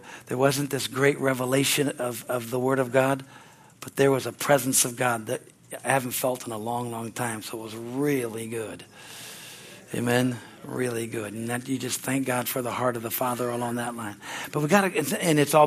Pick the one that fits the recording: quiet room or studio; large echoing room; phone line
large echoing room